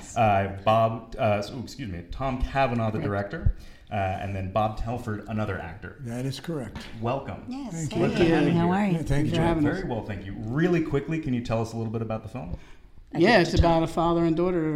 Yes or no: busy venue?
yes